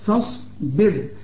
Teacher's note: الراء السكنة اللي قبلها مكسور ترقق عند الوقف وعند الوصل